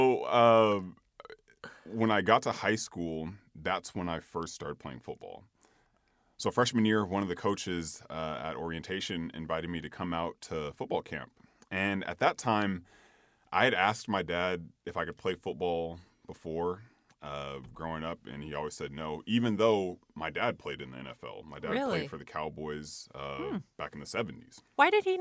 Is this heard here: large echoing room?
no